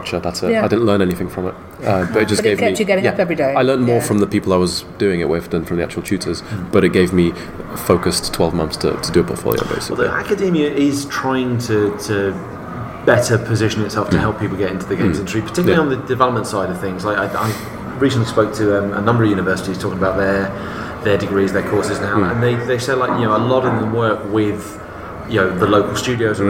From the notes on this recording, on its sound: Recorded at EGX Rezzed 2017. The first of this year's GamesIndustry.biz Careers Fairs.